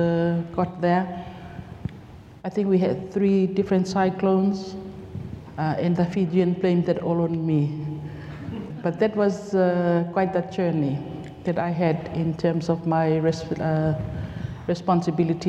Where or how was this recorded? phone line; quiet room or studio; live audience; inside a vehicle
live audience